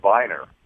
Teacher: the W is pronounced as a V